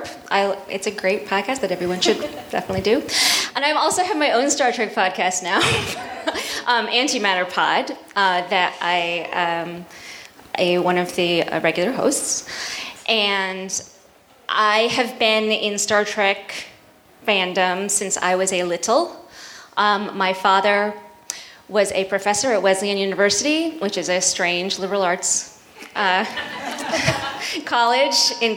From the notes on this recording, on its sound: Recorded live at Respect: Women’s Podcast Festival in Philadelphia, PA.